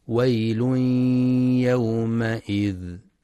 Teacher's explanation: ينتبه القارئ للإدغام بغنة في تنوين الضم الذي جاء بعده حرف الياء